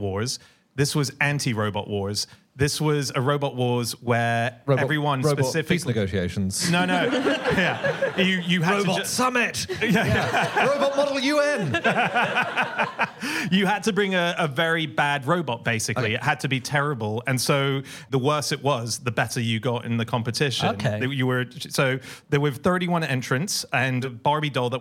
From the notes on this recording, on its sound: recorded over the summer at the Soho Theatre in London